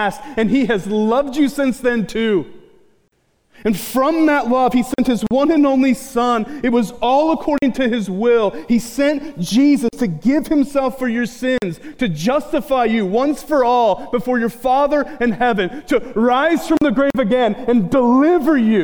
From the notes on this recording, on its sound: The audio in this episode was recorded on September 26, 2018 at the Acts 29 US South Central Church Planting Mini-Conference.